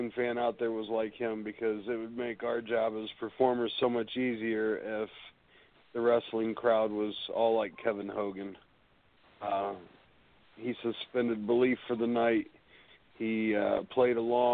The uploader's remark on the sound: calls in to share love